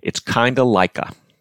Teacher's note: … sings the words, "It's kinda like a." The natural cadence there, if you just speak those words, is, "It's kinda like a." Note the evenness of the syllables in terms of timing and the emphasis on the syllables kind and like